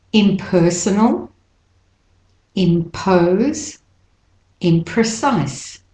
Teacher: Notice the p is said with a lot of air.